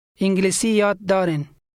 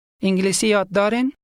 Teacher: In Dari, a statement can be made into a question just by changing your intonation. · Shown in: second take